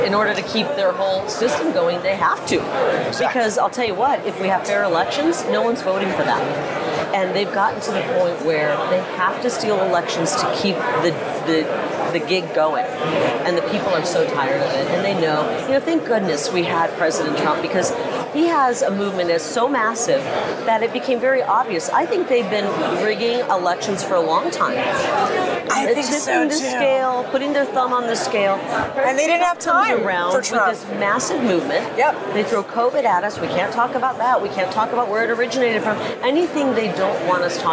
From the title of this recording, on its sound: Battleground LIVE from CPAC